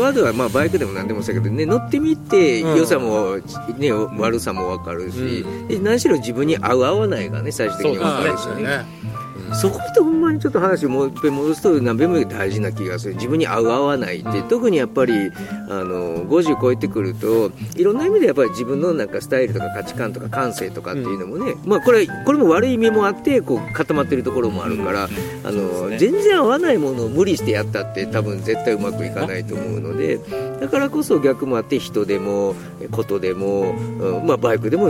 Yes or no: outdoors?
yes